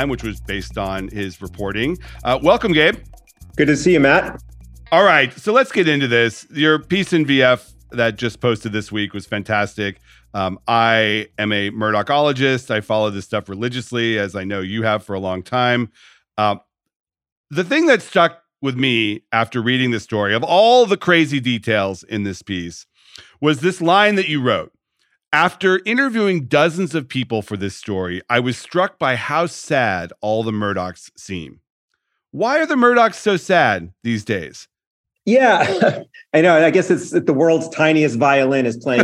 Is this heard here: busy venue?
no